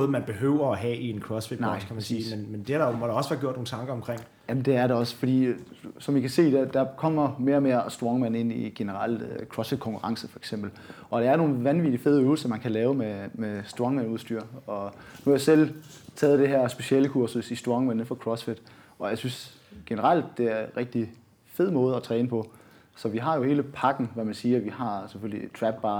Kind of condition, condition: setting, busy venue